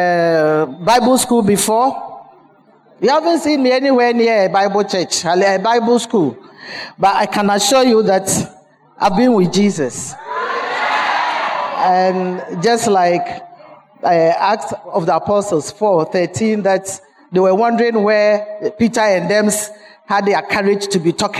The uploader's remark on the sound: Sermon preached at CBC Adabraka Campus